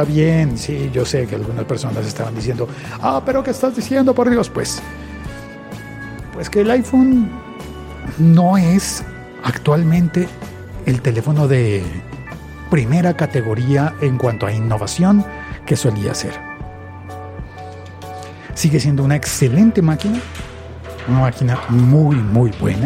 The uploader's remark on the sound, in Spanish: mientras tomamos un café y saludamos a los compañeros de trabajo